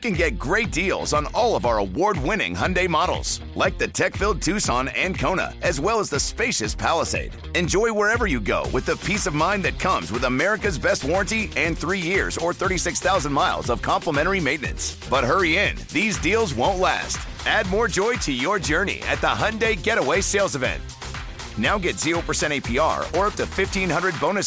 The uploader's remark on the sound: broadcasting LIVE at Rouses in Covington